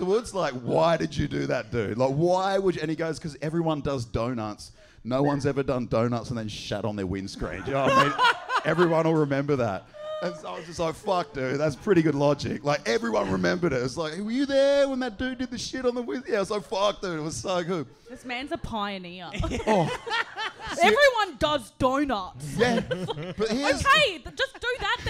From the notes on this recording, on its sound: This week's ep is from our Live Show back in December! There is some very crook crowd work.